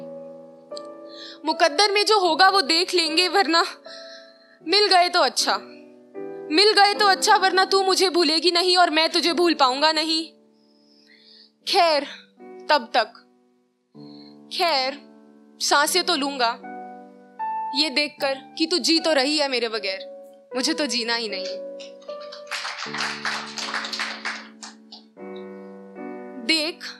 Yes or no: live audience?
yes